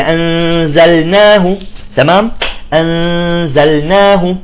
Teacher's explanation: اللام إذا جاءت ساكنة وبعدها نون يجب تخليصها · Term: لام الفعل